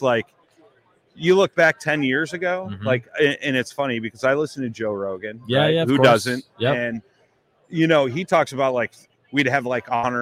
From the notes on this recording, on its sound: OG Show Live From ICast- Waypoint TV.